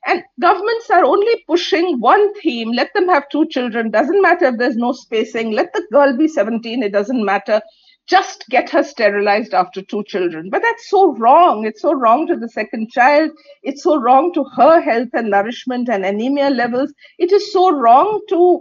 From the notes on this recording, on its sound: This conversation was recorded over zoom.